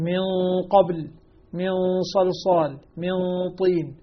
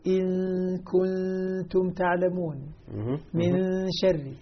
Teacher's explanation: من صلصال من طين فخمت الغنة، فإذا كان بعدها حرف مرقق رققت · Term: غنة الإخفاء